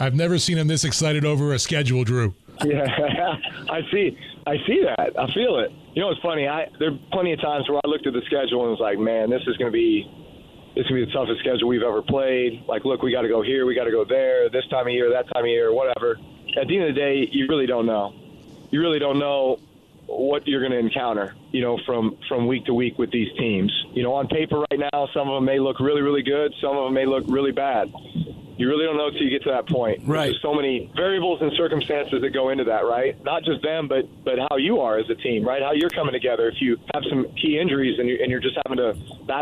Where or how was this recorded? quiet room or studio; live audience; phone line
phone line